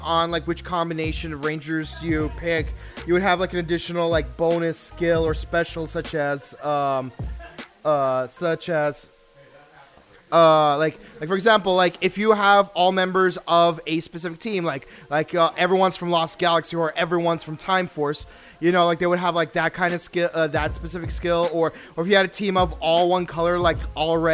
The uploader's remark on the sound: The first live audience podcast of the year.